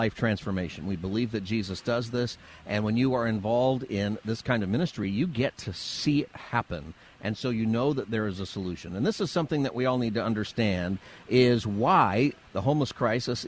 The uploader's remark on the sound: Live From Union Rescue Mission! Live from Union Rescue Mission right in the heart of Skid Row.